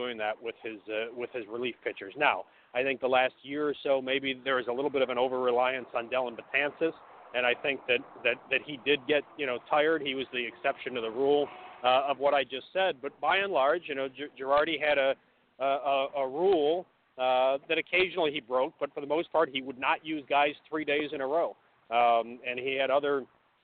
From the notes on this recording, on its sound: Live From Spring Training.